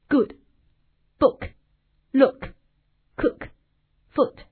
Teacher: 舌的后部要向软腭抬起，口腔要半闭，口型比较圆，它是一个短音